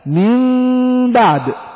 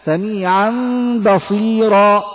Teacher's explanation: نقلب النون إلى ميم ثم نخفيها بعدها · Term: القلب